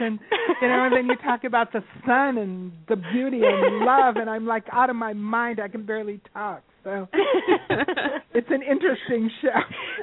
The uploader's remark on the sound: open up the lines for listeners to call